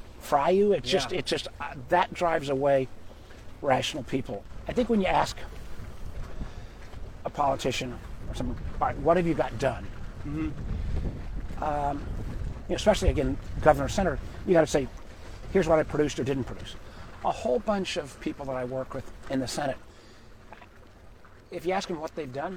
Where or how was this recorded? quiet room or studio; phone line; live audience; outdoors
outdoors